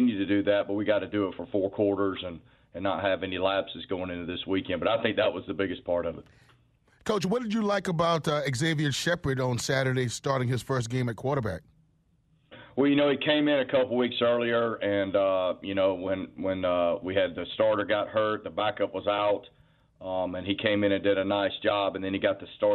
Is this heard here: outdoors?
no